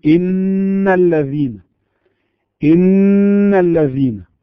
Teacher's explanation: المرتبة الأولى أعلى ما تكون الغنة وأكملها، يعني غنة كاملة، ولا أعني بالكمال هنا الزمن، فزمن الغنة حركتين، يعني هذا الزمن ثابت على أرجح الأقوال حركتان، لكن في زمن الحركتين نجد غنة كأنها مملوءة بصوت أغن